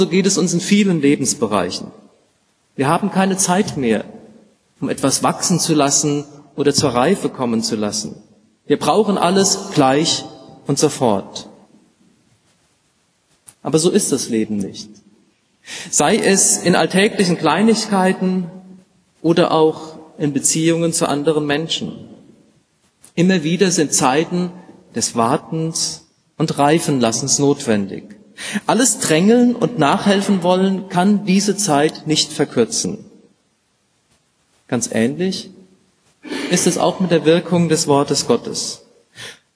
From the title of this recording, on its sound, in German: Gottesdienst mit der Lippischen Bibelgesellschaft